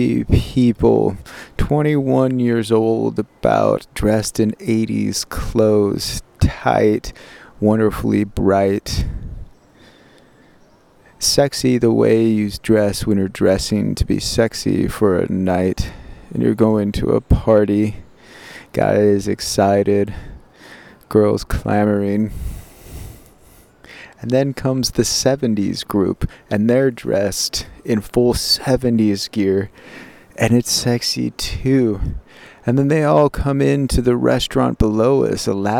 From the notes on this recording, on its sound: Diary recorded in a secret garden behind Shakespeare’s Globe Theatre.